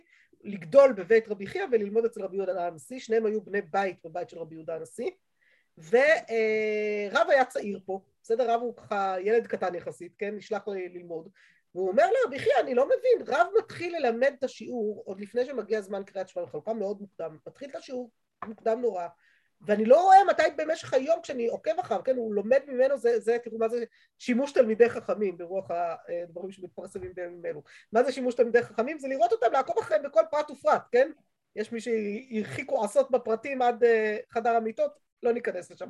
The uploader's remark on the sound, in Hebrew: השיעור הועבר והוקלט בזום בחודש אדר א ה'תשפ"ב.